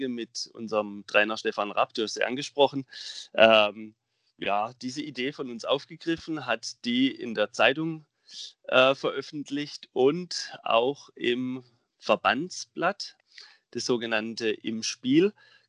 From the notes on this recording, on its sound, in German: Aufgrund der Corona-Verordnung diesmal über Skype